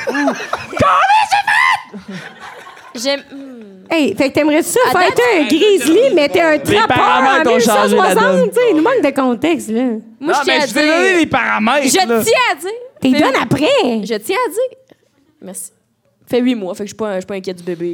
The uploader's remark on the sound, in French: Live à Sherbrooke. Voici notre deuxième podcast DEVANT PUBLIC à Sherbrooke. On a l'énergie du publique avec nous.